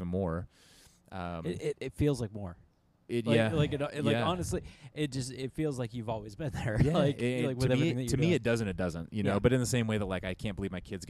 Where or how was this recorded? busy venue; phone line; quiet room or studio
busy venue